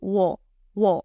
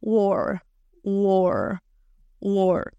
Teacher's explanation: lo que ocurre aquí es que la A suena como O, O. En lugar de wa, vamos a decir wo, wo, y luego metemos la R.